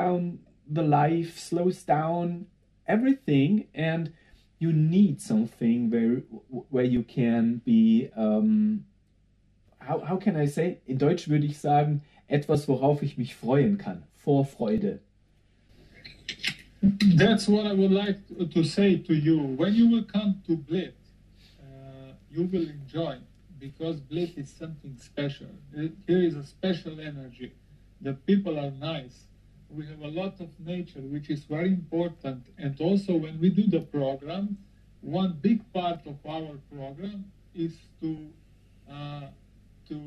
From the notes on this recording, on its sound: Sorry for the bad audio quality